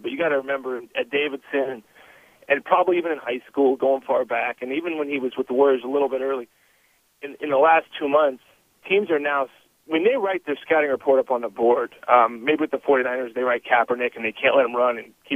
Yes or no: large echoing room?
no